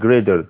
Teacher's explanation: الأمريكان بيقول على T little D لما بيكون بين حرفين two vowels